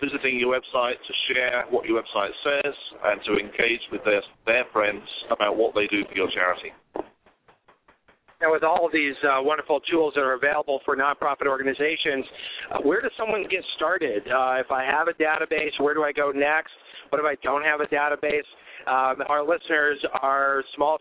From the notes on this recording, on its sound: LIVE AT THE AFP TECHKNOW Conference in Orlando.